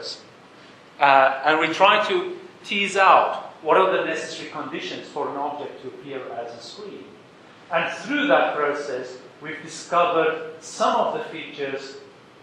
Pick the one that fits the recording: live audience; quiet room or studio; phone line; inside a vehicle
live audience